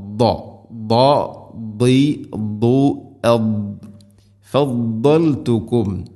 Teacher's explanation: ദാദിൻ്റെ മഖ്റജ് നാവിൻ്റെ ഏതെങ്കിലും ഒരു സൈഡ് അണപ്പല്ലുകളോട് ചേർന്ന് അതിൻ്റെ അരു നീളത്തിൽ തട്ടിക്കൊണ്ടായിരിക്കണം. അതോടൊപ്പം അത് ഇസ്തിഇലാഇൻ്റെ അക്ഷരമാണ്.